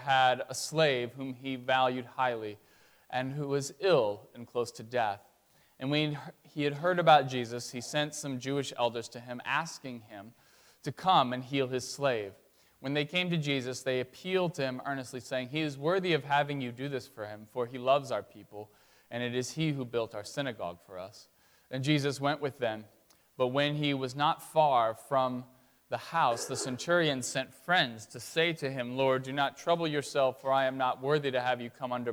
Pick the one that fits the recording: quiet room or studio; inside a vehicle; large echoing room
large echoing room